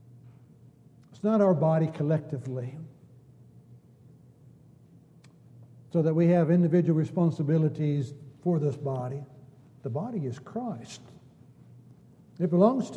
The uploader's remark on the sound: Downtown Church Of Christ Audio Sermon.